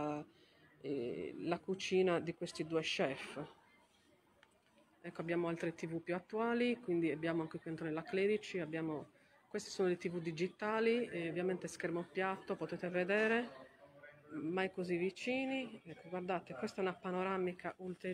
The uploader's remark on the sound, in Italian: Torino - Live dal Museo della Rai con descrizione. Registrazione e caricamento a cura della pedagogista audiodescrittore.